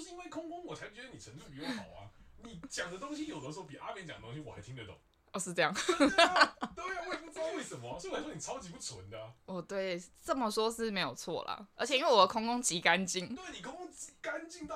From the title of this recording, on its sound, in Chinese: 收音有回音，別開太大聲！